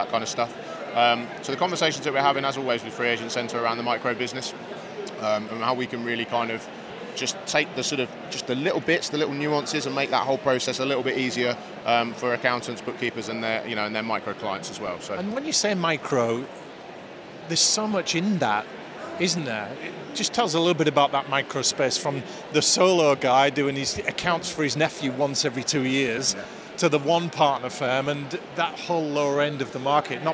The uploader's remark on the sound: Event Special - Accountex 2023 Live Interviews.